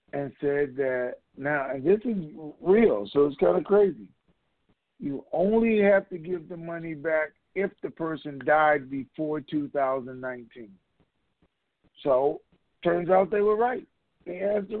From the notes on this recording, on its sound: Conference Call